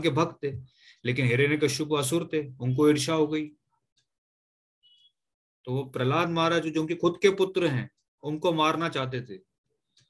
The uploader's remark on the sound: Zoom recorded class